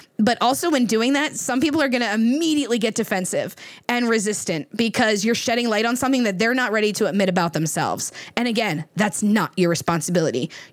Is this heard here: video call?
no